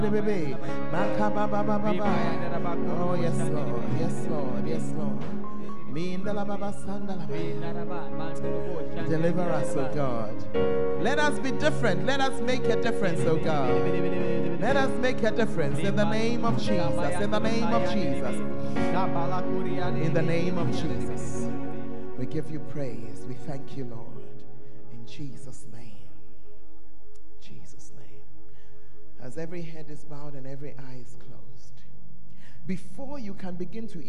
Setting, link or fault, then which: setting, large echoing room